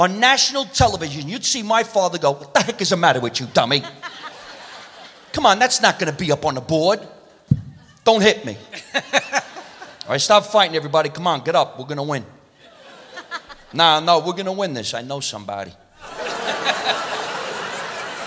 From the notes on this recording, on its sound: Live at the South Point